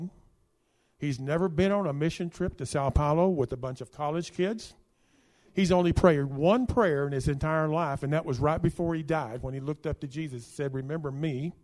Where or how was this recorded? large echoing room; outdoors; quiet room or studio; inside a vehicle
large echoing room